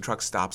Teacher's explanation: Stops was unrounded, as you might expect from a New Yorker.